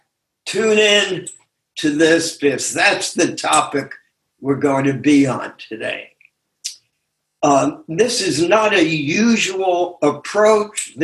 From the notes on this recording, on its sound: took us on a zoom journey